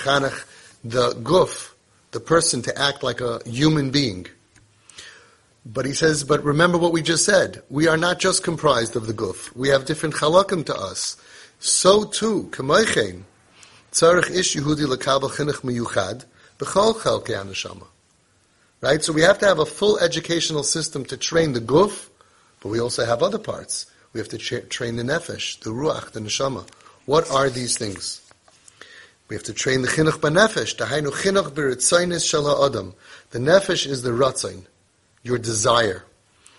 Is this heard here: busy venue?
no